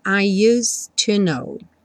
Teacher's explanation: E do S do use, você já vai para o T do to